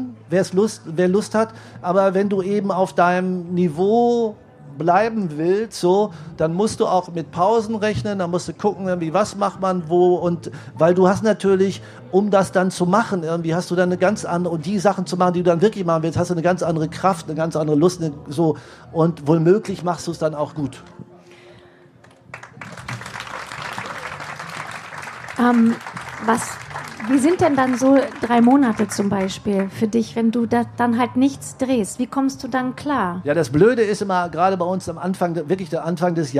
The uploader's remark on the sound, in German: live vom ZFR